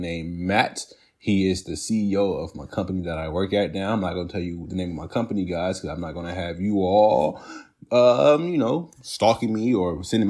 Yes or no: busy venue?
no